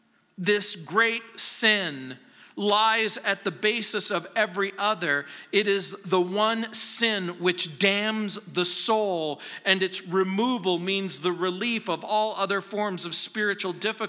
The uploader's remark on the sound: at Calvary South Denver in Littleton CO